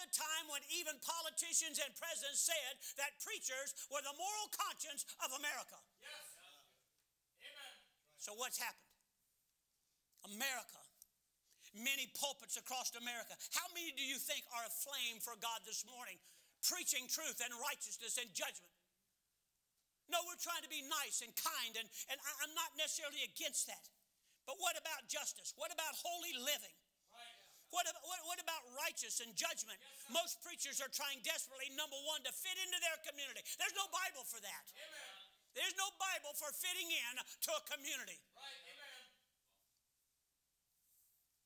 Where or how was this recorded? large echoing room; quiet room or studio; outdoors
large echoing room